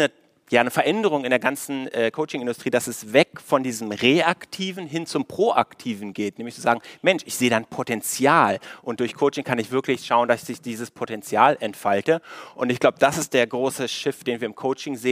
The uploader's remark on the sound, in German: Live-Podcast.